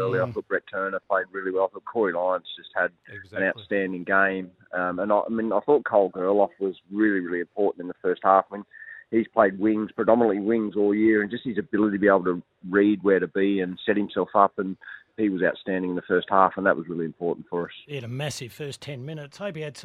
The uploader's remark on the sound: jumped on the phone